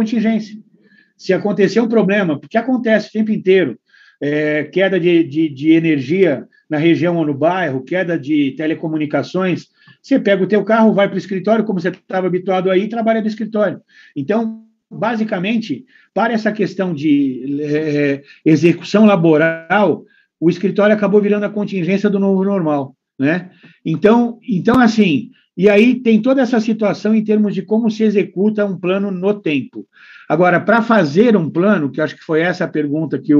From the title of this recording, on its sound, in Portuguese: Áudio Webinar Perinity